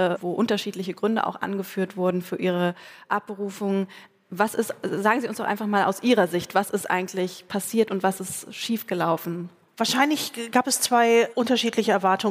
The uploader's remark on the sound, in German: beim Podcastfestival von ZEIT ONLINE im Berliner Westhafen live aufgezeichnet wurde